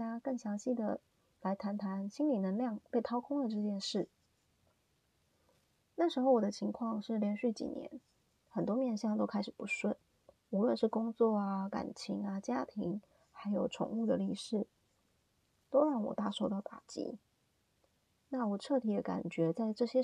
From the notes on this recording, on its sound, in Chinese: 新手錄音，請多多包涵